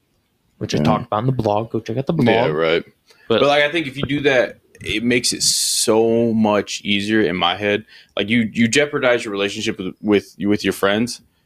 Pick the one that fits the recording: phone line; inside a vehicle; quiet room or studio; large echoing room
quiet room or studio